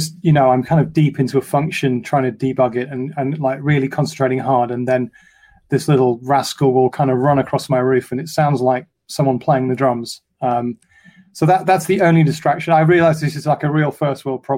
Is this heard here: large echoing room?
no